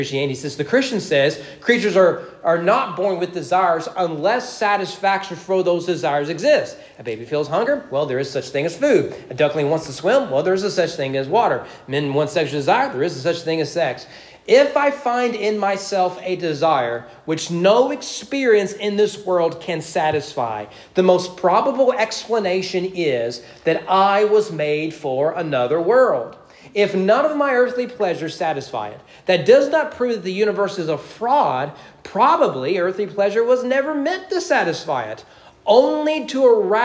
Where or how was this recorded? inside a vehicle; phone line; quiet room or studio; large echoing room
large echoing room